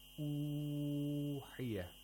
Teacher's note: it is lengthened to six vowel counts. About six, or probably four. · Term: Madul Badal